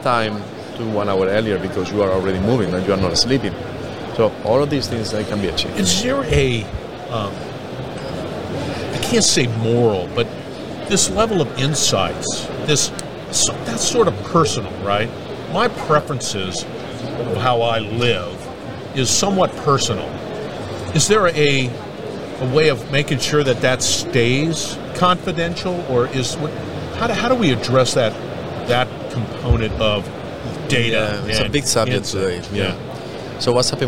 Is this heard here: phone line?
no